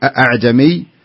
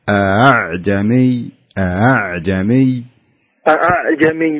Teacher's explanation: لا تحققها، ما تقرأ، لم يقرأ بها حفص أبدا بالتحقيق، يعني ما يصلح نقول أعجمي، يعتبر خطأ. لا بد أن نسهل الثانية فنقرأها بهذا الشكل، أعجمي أعجمي أعجمي.